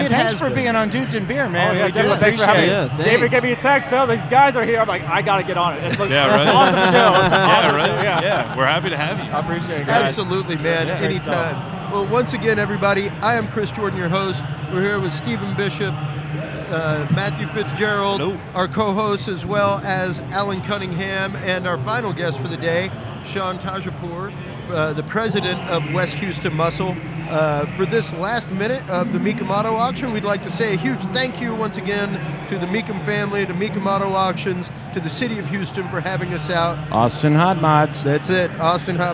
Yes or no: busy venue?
yes